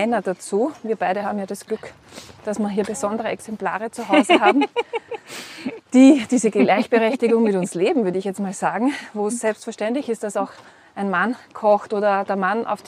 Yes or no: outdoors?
yes